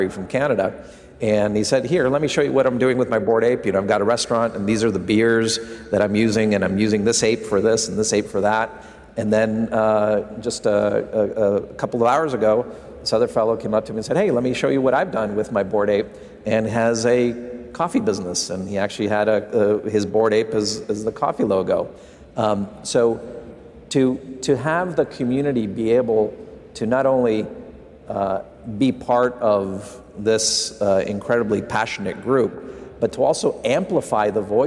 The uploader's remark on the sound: live from Consensus in Austin, Texas